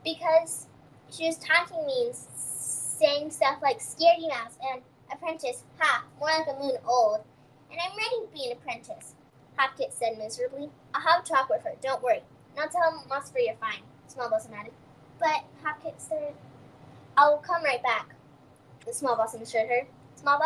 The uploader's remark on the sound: Sorry for bad audio. Microphone, it was being weird.